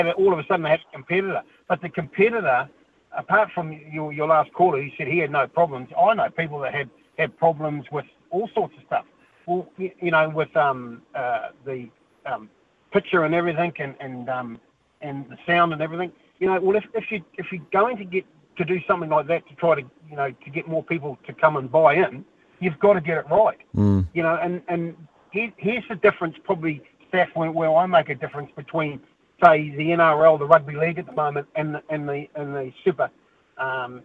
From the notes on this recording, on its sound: Hits the phone and text lines to see what the listeners think.